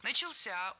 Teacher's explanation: ударение на возвратную часть «ся»